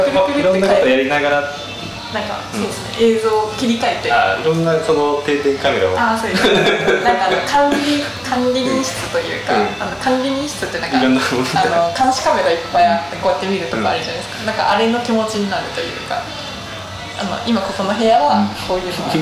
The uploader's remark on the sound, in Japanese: 今回もカラオケボックスでの録音のため音質的に聞き苦しい点が多々ございます